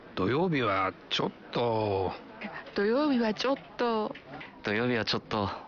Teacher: en allongeant la prononciation à la fin et en diminuant le ton de la voix pour dire ちょっと, on crée une nuance qui caractérise une certaine réticence.